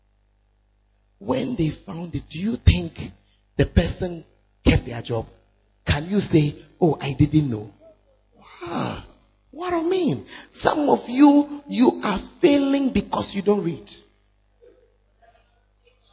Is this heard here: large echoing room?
yes